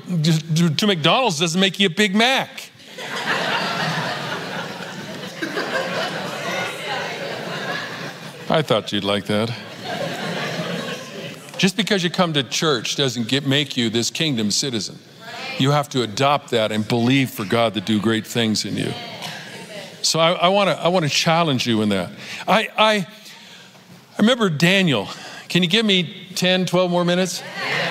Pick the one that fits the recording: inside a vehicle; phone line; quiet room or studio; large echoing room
large echoing room